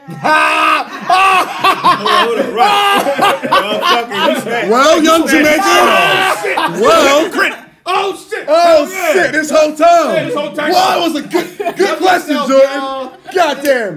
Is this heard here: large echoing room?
no